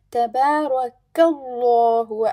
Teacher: before lam of Zuljalala there is fatha, so the lam of Zuljalala is going to be heavy. So we have light, light, heavy, light, and heavy.